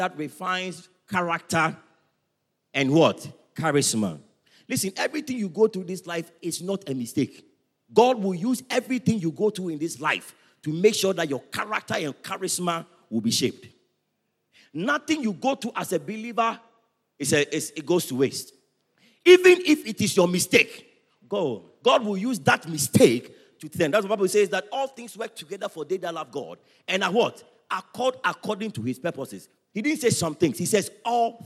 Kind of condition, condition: setting, large echoing room